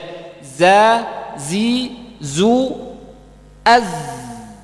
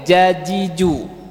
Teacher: Huruf zai ujung lidah nempel di gigi seri bawah. · Shown in: first take · Lihat, za, zi, zu, az.